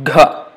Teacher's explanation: Before even you release ga and then say ha, put the force of the breath gha instead of saying ga, gha. · Term: aspirated